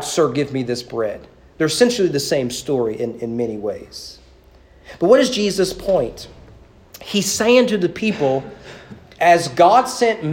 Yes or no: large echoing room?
yes